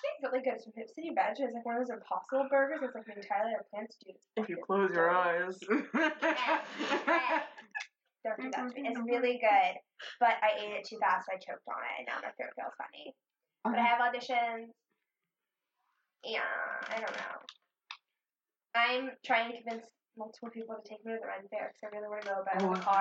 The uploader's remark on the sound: The Shitty Audio Episode